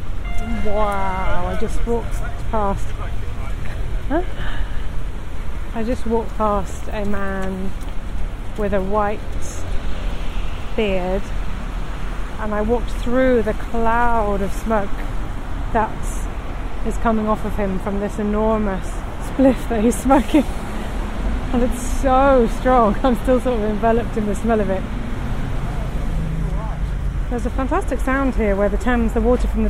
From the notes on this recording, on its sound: Thames Embankment. This podcast is recorded in 3D sound! Out and about as she captures those small, magical moments of everyday life, in sound. Thanks to 3D recordings, you’ll hear everything she does as if you were right there with her.